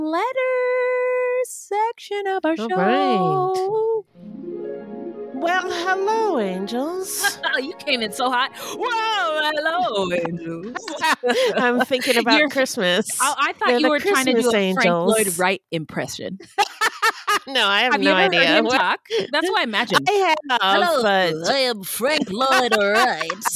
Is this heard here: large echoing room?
no